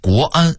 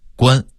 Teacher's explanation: 比如国安，北京话说快了会变成了一个字关 · Shown in: second take · Term: 变音